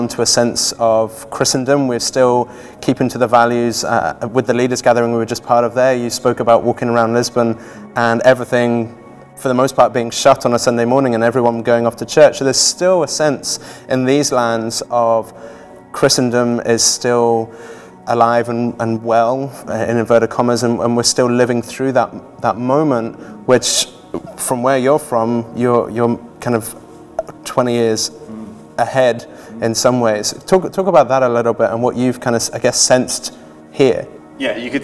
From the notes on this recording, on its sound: From Session 1 of Fabric City Conference 2018.